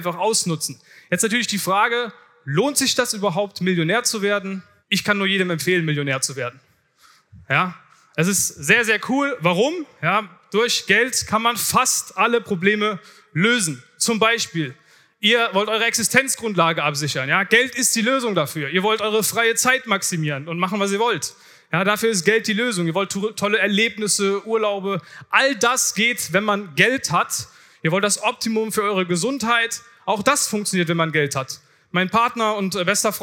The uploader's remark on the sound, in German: Vortrag von der diesjährigen Founder Summit